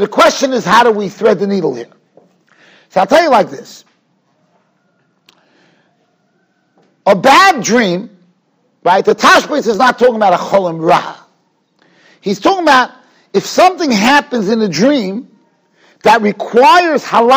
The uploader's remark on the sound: Shiur recorded in Yeshivas Ohr Reuven, Monsey, NY.